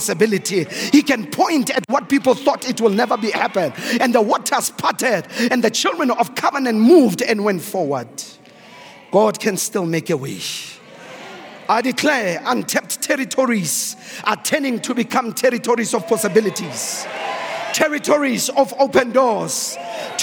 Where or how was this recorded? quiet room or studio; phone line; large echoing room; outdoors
large echoing room